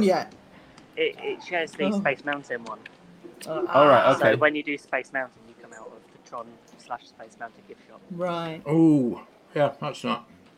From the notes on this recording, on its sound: LIVE from Animal Kingdom Lodge. In podcast mode there are some wonderful moments where you can soak up the ambience of this beautiful place.